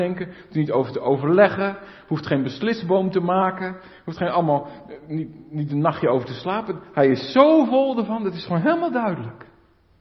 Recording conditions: large echoing room